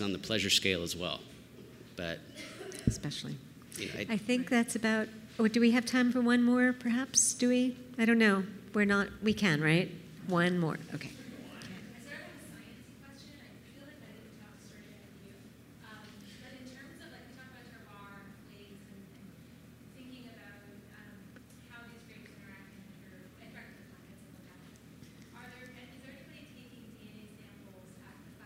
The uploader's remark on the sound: This talk was recorded by Heritage Radio Network as a part of RAW Wine NYC 2019's Speakers' Corner